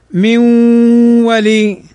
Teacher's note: ومثال النون بعدها الواو قوله تعالى من ولي، أصلها من ولي، ولكن تضغم فتصير حرفا واحدا مشددا مع الغنة، من ولي. إذن هذا هو القسم الأول، ويسمى عند أهل التجويد إدغام الناقص بغنة.